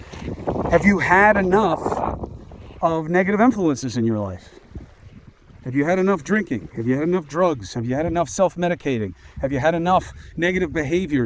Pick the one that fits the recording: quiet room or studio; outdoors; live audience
outdoors